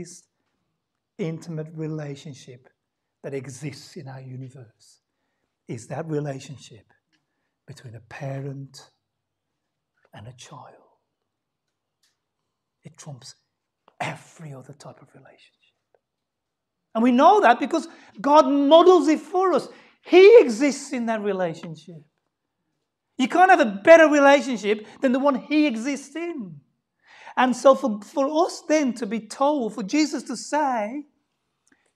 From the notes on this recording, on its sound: Sunday Service 10:40am LIVE STREAM